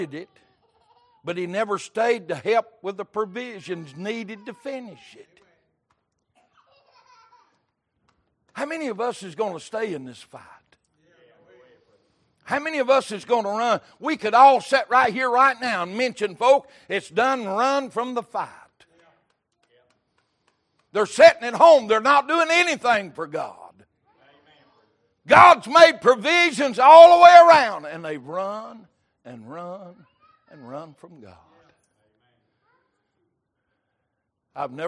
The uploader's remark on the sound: Recorded January 15, 2023 - Sunday Evening Service